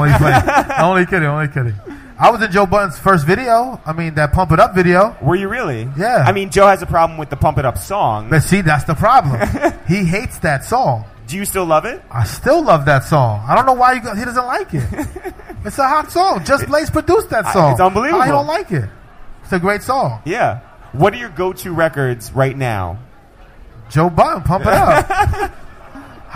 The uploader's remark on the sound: This week, we hosted a live podcast from NYC's famed concert venue SOB's.